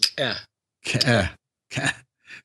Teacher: it has that lovely glottal stop that I can't do